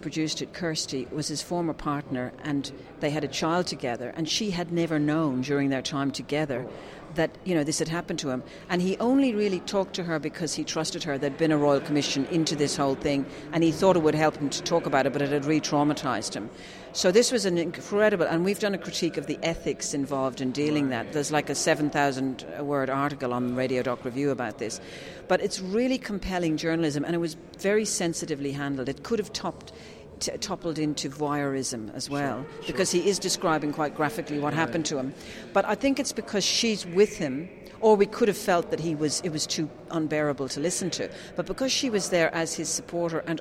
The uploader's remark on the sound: This interview, recorded last week at the GEN 2016 Summit.